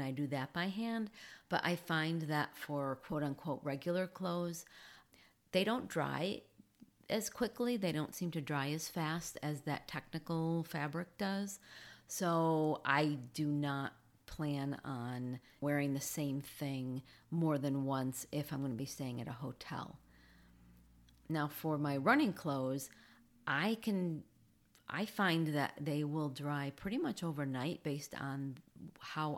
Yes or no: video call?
no